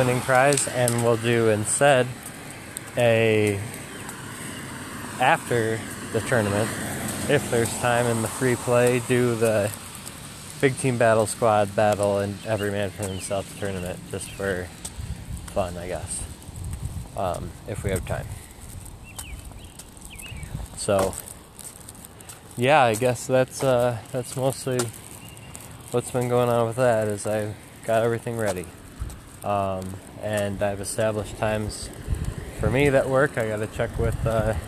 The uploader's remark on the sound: Walk through the rain and attempts to put a sock over the recording device to combat the wind.